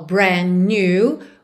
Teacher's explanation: Brand new, você já junta brand com new pelo N mesmo